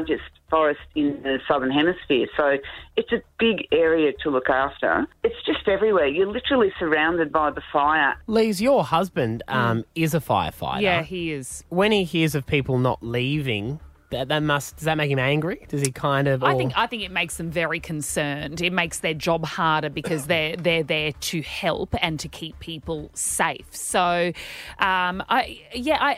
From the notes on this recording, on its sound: Who is caught in the middle of the QLD fires called through to give us an update.